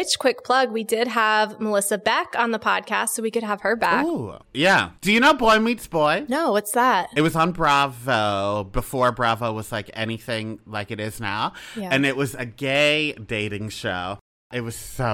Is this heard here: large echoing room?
no